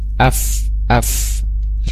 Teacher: Kemudian ada hams ya, hams mengalir udaranya